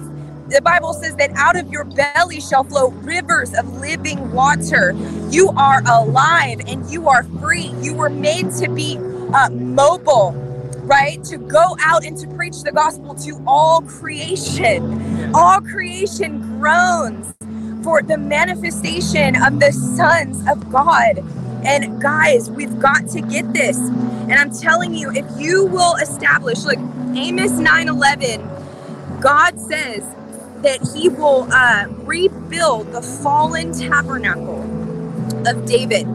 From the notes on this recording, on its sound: Take a walk with us on the Washington Mall